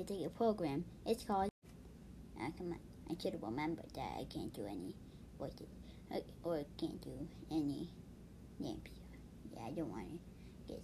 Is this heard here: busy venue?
no